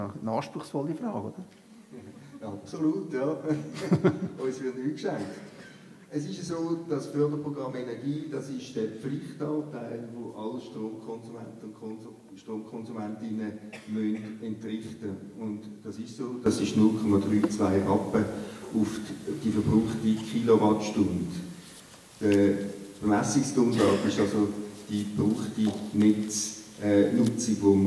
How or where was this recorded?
live audience